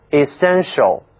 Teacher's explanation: the essence of natural plants.注意，因为啊，这个 essence 它的首字母读作 e，是元音，所以呢，在它前面加冠词 the 的时候，就应该读作 the essence.接下来就是一个形容词，精华的。本质的，这是 essential，就是给精华 essence 加了一个形容词后缀 tilshow，注意啊，这个读音就变了，是 essential。这里的这个字母 t 它的读音呢是 sh